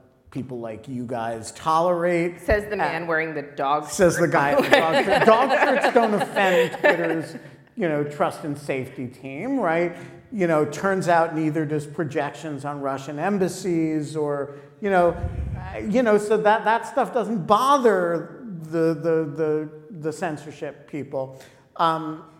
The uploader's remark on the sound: At the Knight Foundation's INFORMED conference in Miami, Florida, In Lieu of Fun made a brief comeback for a live event. The audience participated. Scotch was consumed.